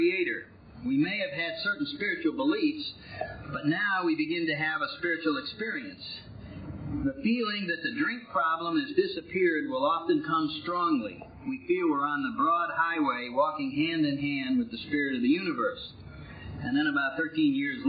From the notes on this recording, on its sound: I cleaned this audio up as best I could but there comes a point that removing any more of the background hiss. I got the majority out but there is a bit of hiss in this.